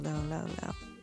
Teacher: the tongue hitting the palate to create that L sound